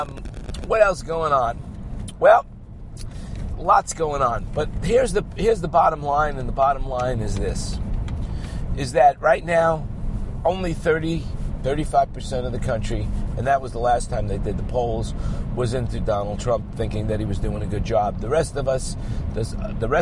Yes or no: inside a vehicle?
yes